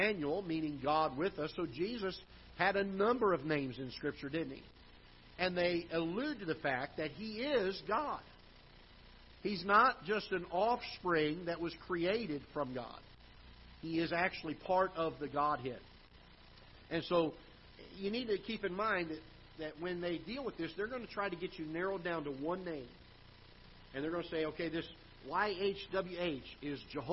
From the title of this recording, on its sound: Ketha Heights Baptist Church ~ Live Broadcast